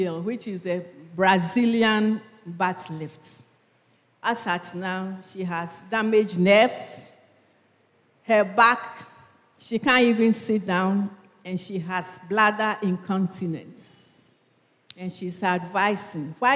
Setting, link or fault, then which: setting, large echoing room